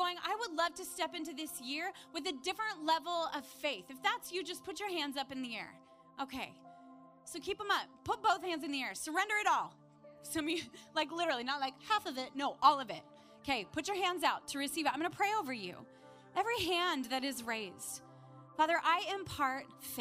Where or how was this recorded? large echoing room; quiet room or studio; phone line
large echoing room